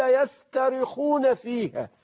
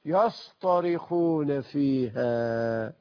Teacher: ولكن القرآن أضاف من عنده أنه حول التاء المرققة إلى طاء مفخمة لمزيد من تفخيم المعنى وقوته وشدته، فقال يصطرخون فيها.